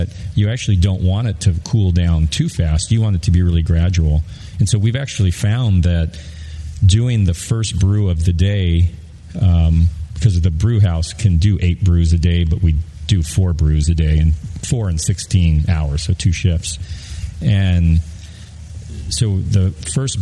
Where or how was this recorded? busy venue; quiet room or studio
busy venue